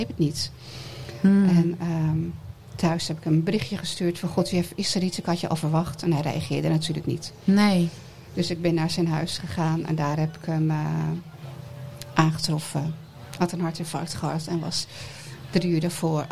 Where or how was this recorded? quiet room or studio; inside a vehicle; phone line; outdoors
outdoors